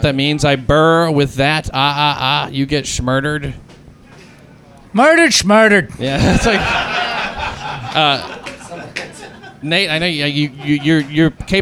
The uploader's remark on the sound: LIVE FROM HELL'S KITCHEN. A LIVE AUDIENCE SITS IN ON A HISTORIC RECORDING IN HELL'S KITCHEN.